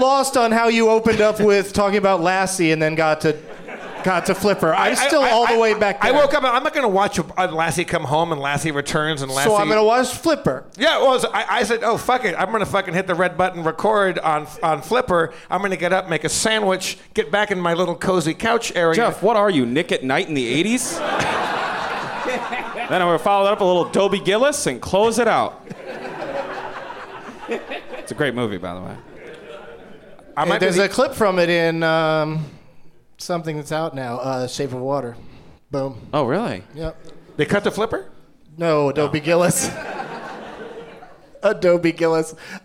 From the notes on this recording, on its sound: Live from San Francisco Sketchfest